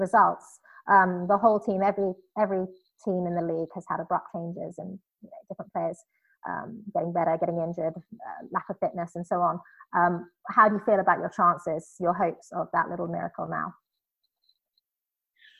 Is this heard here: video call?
yes